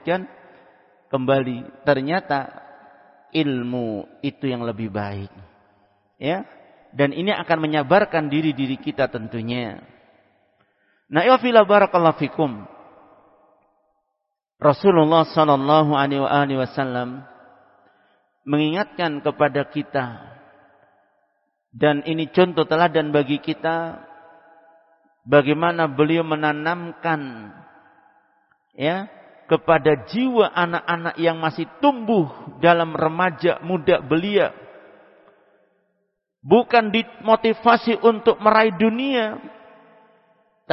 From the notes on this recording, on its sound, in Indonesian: Tempat: Masjid Ma'had Darussunnah Jeneponto.